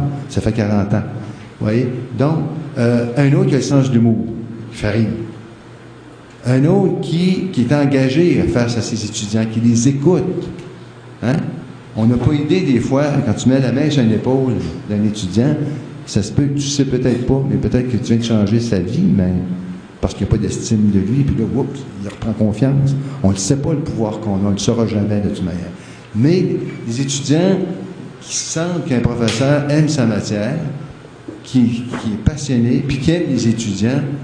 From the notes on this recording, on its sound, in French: Au cours de cette conférence